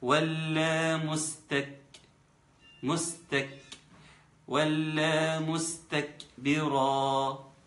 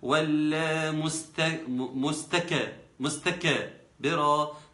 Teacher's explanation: مستكبرا الهمس وليس قلقلة